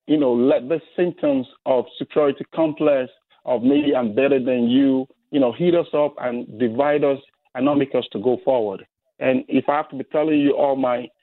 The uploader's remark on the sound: so she's on the phone!